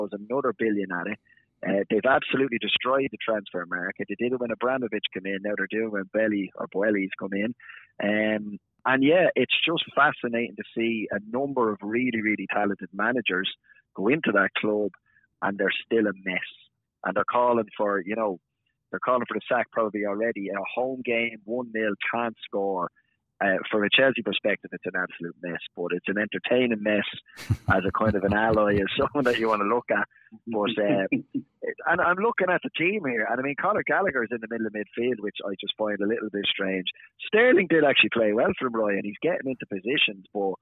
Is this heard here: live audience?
no